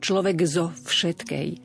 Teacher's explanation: vďaka tomu, že z je znelá spoluhláska, mení koncové k v slove človek na g